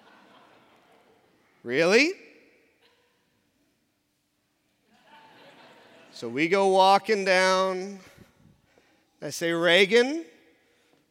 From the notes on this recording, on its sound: in our Traditional service at 10:50 in the Sanctuary